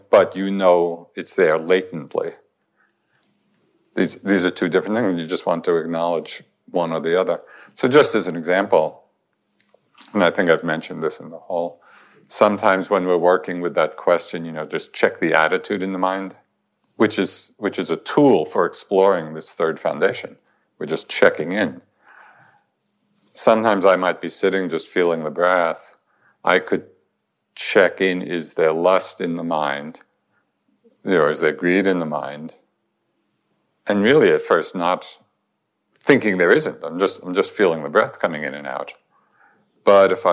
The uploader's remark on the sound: In this recording from the Insight Meditation Society